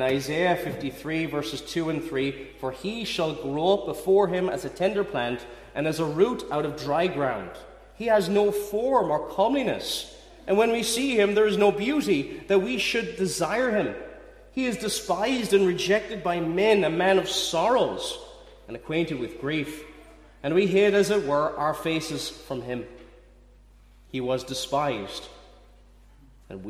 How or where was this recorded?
large echoing room